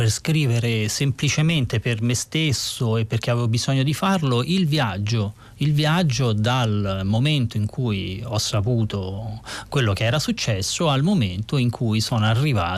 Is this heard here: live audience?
no